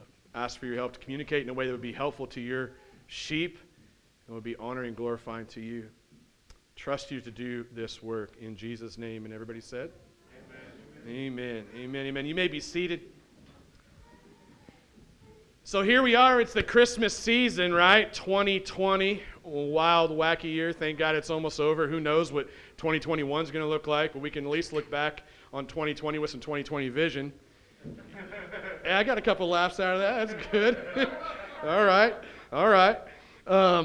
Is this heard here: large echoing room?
yes